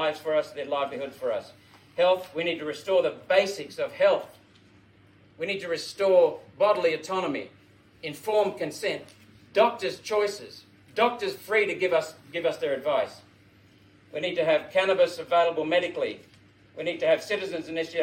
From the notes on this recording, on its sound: Fired Up at the Friedman Conference. We are at the 2022 ALS Friedman Conference – Australia’s biggest and best pro-liberty conference.